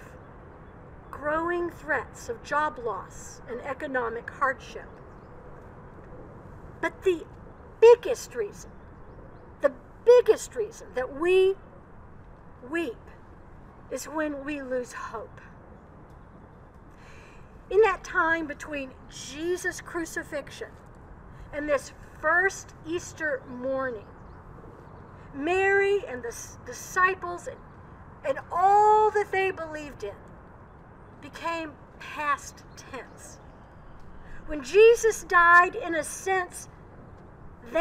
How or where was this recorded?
outdoors